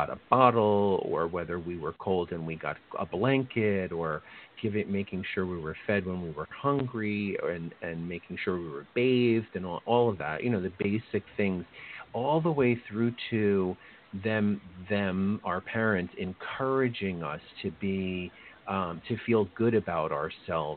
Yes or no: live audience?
no